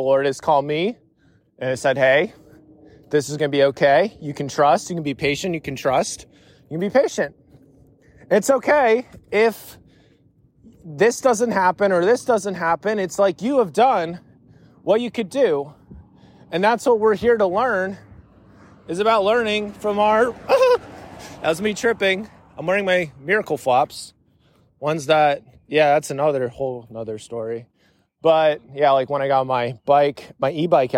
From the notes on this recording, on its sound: I panicked and immediately went on a walk to record this episode to sort of make it better.